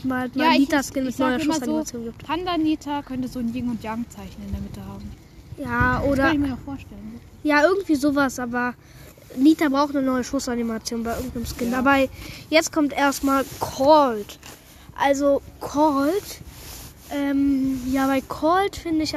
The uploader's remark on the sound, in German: Wir haben draußen aufgenommen sorry für Hintergrundgereusche.